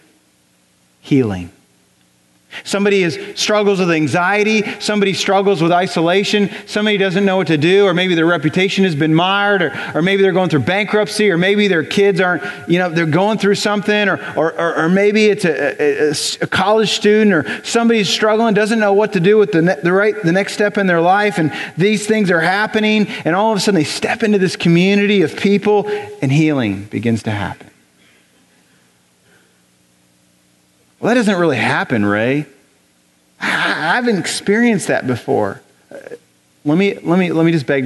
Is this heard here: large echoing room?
yes